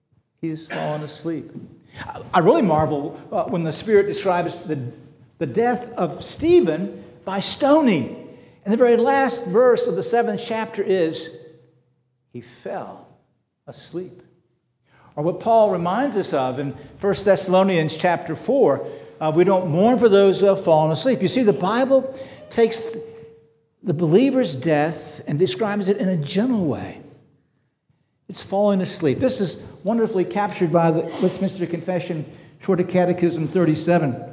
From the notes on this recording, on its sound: This sermon was preached on June 25, 2023 at Antioch Presbyterian Church. At Antioch Presbyterian Church, a mission work of Calvary Presbytery of the Presbyterian Church in America located in Woodruff, South Carolina.